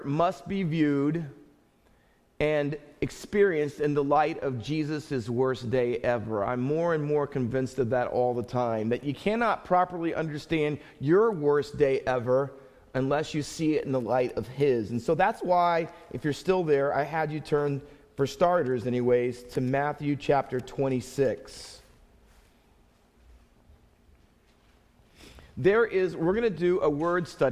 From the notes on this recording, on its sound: Faith Baptist Church in Hamilton, NJ.